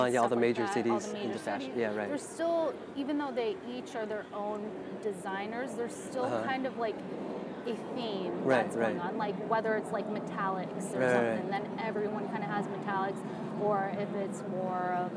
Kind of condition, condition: setting, outdoors